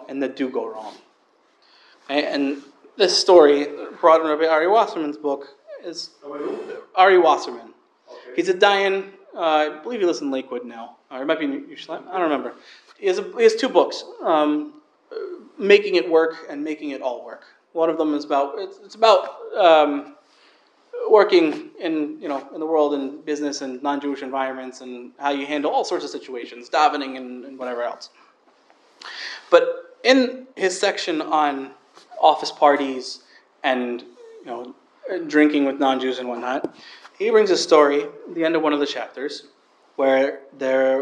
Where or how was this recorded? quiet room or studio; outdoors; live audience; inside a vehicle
live audience